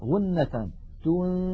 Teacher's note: أمثلة على إخفاء النون الساكنة والتنوين: أنفسكم وقد سبق شرحها، تنذرهم، لاحظوا على الشاشة كلمة تنذرهم نون ساكنة بعدها ذال، ننتقل من التاء إلى مخرج الذال ولكن لا ننطق ذالا بل ننطق من الأنف غنة